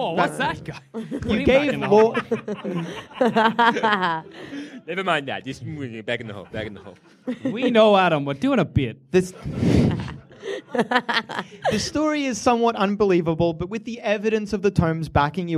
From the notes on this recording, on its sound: Our heroes climb up on stage, grab a fistful of dice, and play a live game of dungeons and dragons. It's D&D is for Nerds Live and unedited like you've never seen it before!